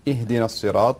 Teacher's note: الهمزة طبعا تكون مرققة وكذلك الهاء. بعض الناس يقول اهدنا اهدنا يعني يفخم الهاء ويفخم الهمزة أيضا.